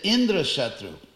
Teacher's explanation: just by shifting the accent to the first syllable, it had the opposite effect